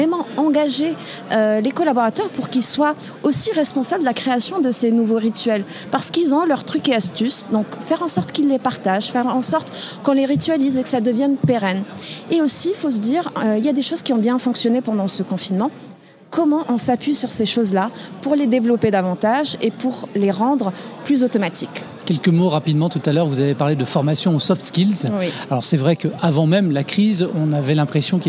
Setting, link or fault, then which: setting, busy venue